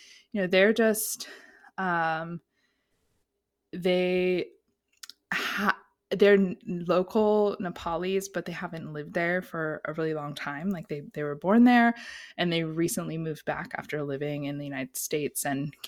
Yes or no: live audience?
no